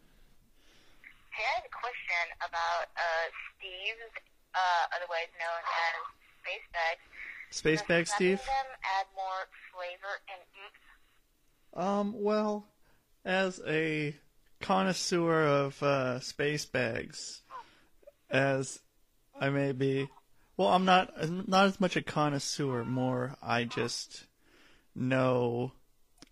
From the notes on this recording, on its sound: I have a phone in call. From Sandpoint Idaho.